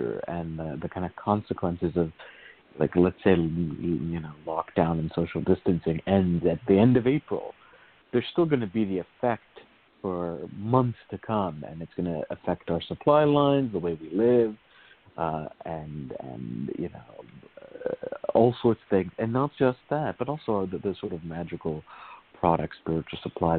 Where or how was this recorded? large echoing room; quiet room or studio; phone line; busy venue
phone line